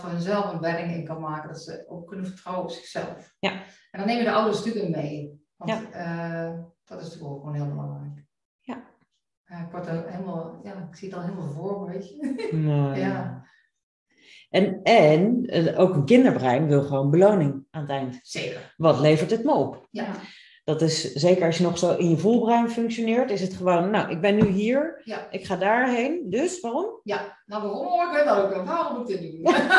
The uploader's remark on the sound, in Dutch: De geluidskwaliteit van deze aflevering is iets minder dan je van ons gewend bent